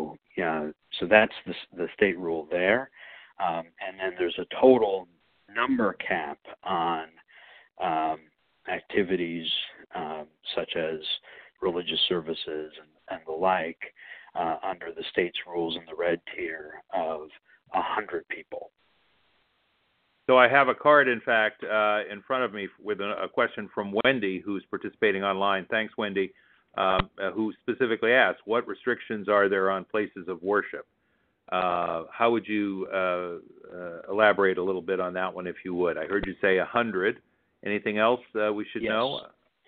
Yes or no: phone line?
yes